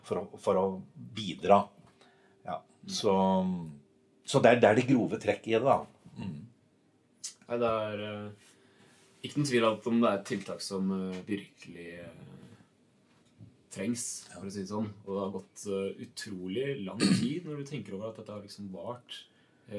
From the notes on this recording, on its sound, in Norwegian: Dette er den første podcasten gjort av lærere ved AFR. Ta forbehold om at produksjonen kan være av noe varierende kvalitet både teknisk og uerfarenhet ved ledelse av lydprogram.